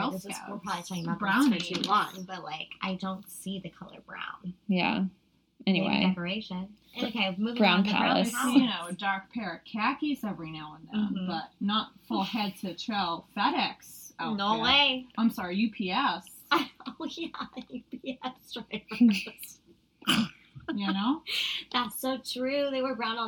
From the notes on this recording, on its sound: We had a few audio issues this week - apologies in advance!